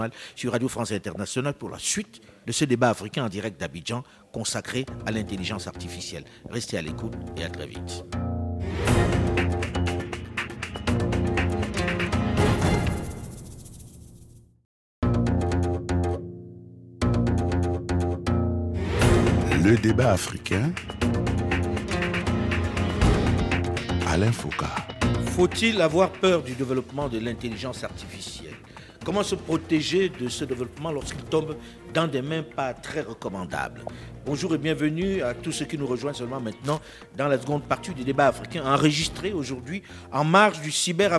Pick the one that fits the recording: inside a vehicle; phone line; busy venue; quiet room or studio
busy venue